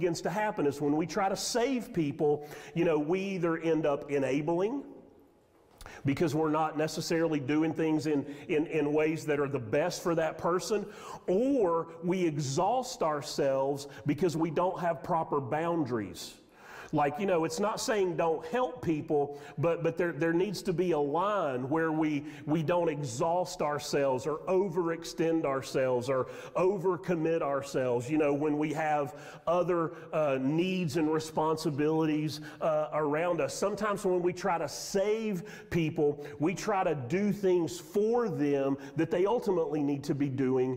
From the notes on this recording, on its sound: Sermon audio from Mission Church in Locust, NC.